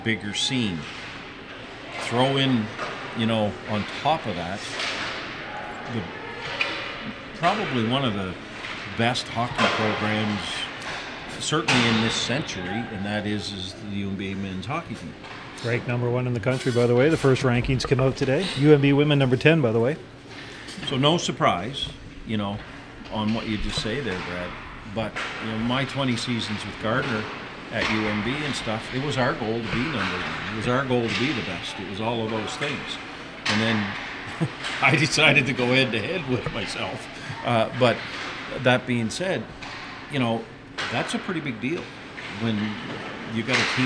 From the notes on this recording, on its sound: Take the studio on the road to the Grant Harvey Centre.